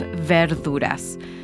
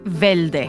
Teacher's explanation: Often the R's are pronounced like L's · Shown in: second take · as in velduras instead of verduras, or velde instead of verde. · Term: Puerto Rican accent